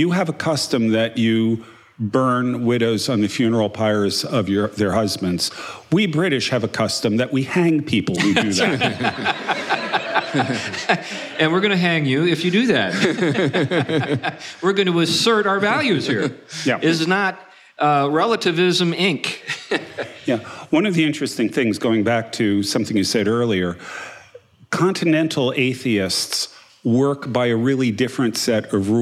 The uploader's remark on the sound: together live again this week, meeting at the Preservation Company in Huntsville, Alabama